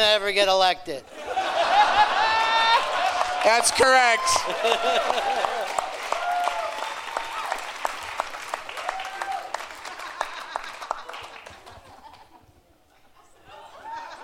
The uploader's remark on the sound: Live from the Gramercy Theatre in New York City